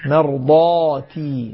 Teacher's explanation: الألف حكمها في التفخيم والترقيق إنه إذا فخمنا الضاد وهي حرف مفخم نفخم معها الألف